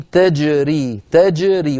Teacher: انتبه إلى الجيم تجري، تجري ولا تكسرها أو لا تجعلها مائلة إلى الكسر